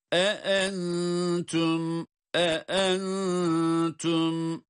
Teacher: İki hemze arka arkaya. Dolayısıyla her ikisinin de sesini ayrı ayrı çıkarmamız lazım.